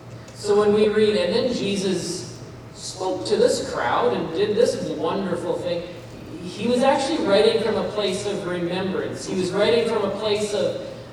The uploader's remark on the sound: Hey Everyone just wanted to apologize up front about the audio quality of this message. There was a recording hiccup so this audio is not up to our normal standards.